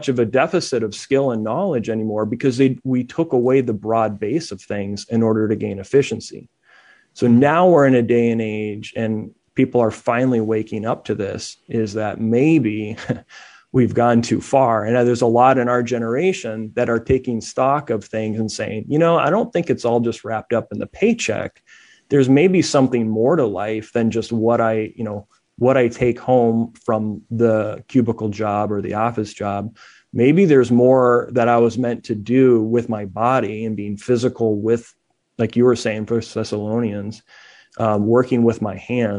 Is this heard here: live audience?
no